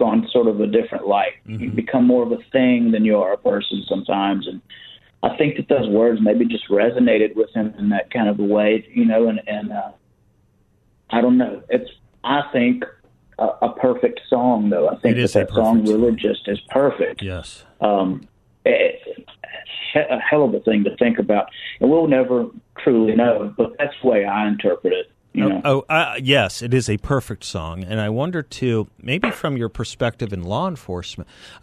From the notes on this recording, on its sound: joins the show by phone